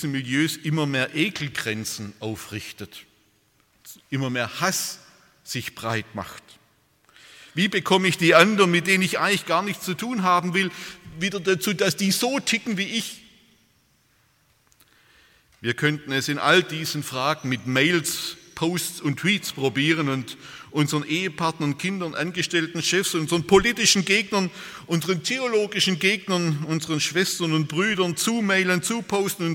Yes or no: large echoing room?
yes